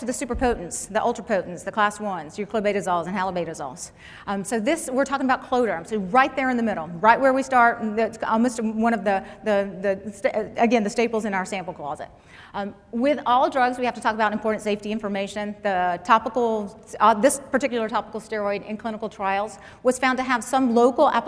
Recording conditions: live audience